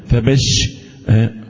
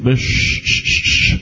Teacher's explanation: الشين اللي فيها تفشي اللي فيها انتشار انتشار الهواء · Shown in: first take